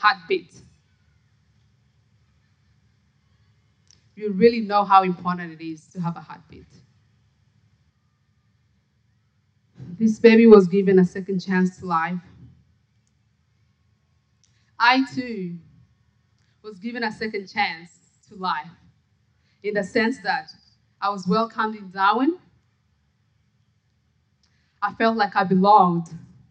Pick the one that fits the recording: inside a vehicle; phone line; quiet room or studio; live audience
live audience